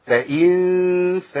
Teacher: انا ماليش علاقه بمخرج الفاء خالص عند نطق الغنه، لكن اتي بمخرج الفاء بعد انتهاء الغنه · Term: اخفاء